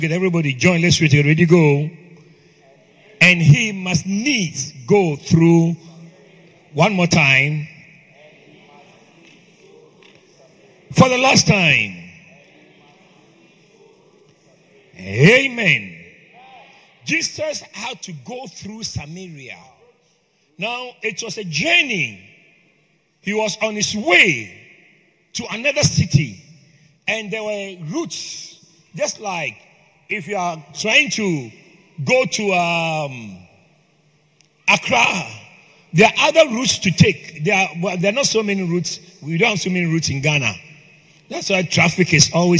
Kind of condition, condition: setting, large echoing room